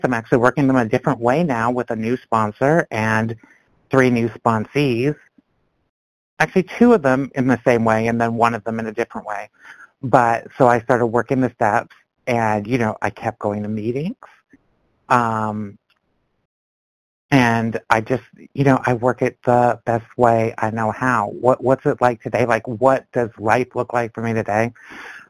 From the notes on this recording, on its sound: From the 100 Pounders Phone Meeting, 12/25/22.